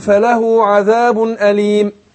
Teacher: أنا حينما أقف على كلمة أليم الحرف اللي هو قبل الساكن اللي هو الياء حرف مد ياء ساكنه ومقابلها مكسور يبقى ده اسمه عارض للسكون